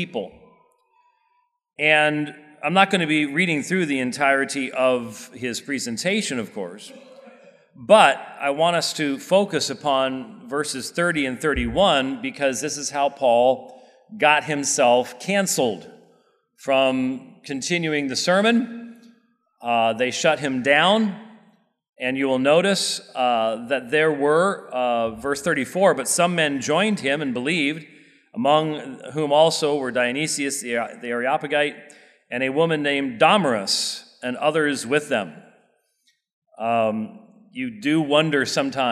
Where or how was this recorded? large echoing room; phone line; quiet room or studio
large echoing room